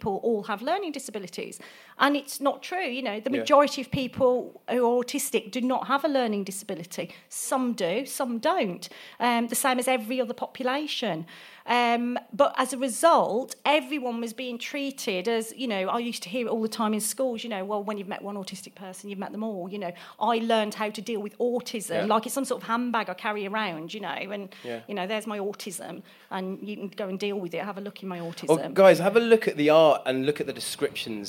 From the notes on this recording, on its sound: Live show episode. In this new episode I kick of the second season in front of a live audience at my recent art exhibition.